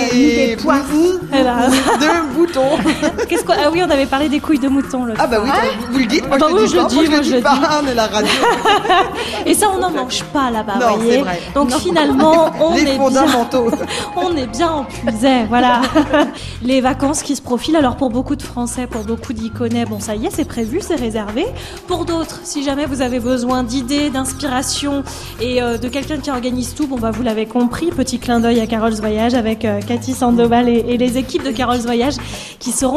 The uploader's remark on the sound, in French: Radiolab est en direct de l’EHPAD de Charny Orée de Puisaye